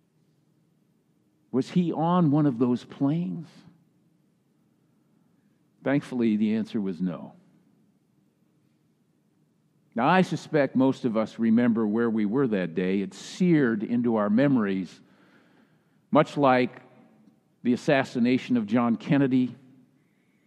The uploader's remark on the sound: Message delivered during the Tradtional Worship Service.